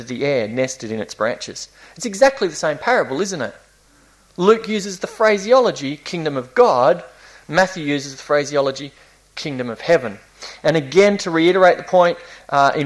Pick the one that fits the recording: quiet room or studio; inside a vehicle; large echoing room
large echoing room